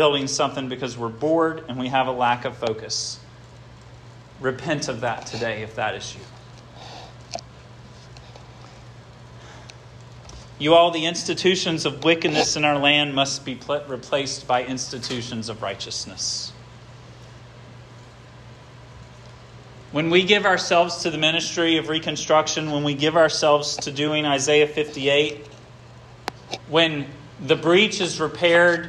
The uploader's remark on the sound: This sermon was preached at Hope Fellowship